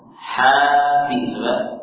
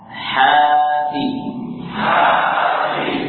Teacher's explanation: antum telah membaca dengan ukuran dua harokat huruf ha